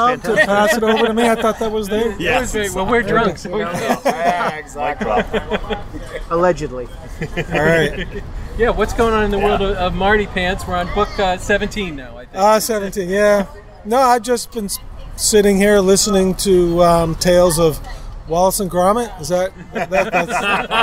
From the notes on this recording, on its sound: on the sidewalks of Boston (complete with street noises!